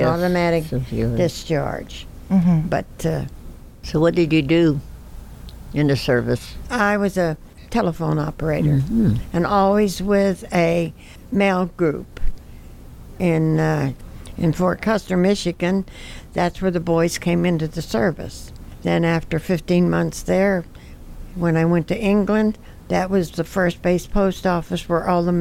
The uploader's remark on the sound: Recorded live at the Women’s Army Corps Veterans’ Association national convention held in Pittsburgh, Pa.